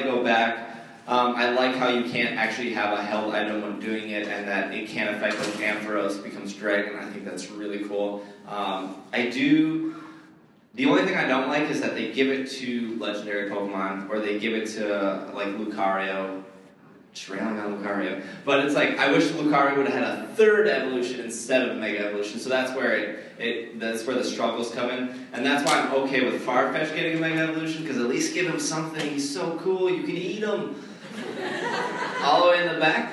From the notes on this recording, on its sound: This show took place on April 27th, 2014 and had an audience of up to 300 people.